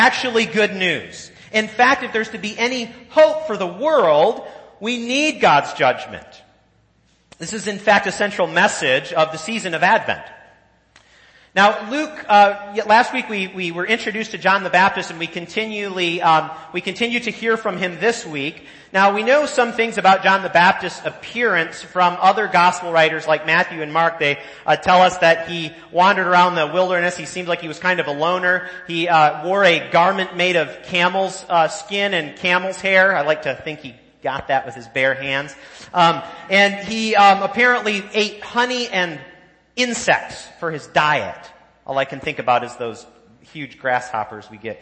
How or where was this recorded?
large echoing room